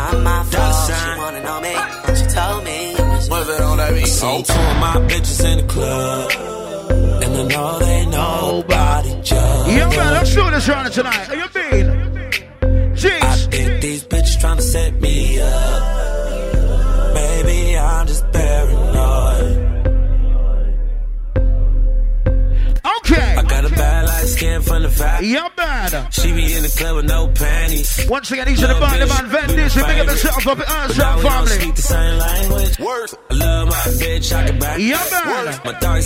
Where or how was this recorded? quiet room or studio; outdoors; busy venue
busy venue